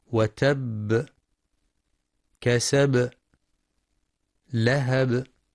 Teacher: ينتبه القارئ لقلقلة الباء في كلمة وتب، كسب، لهب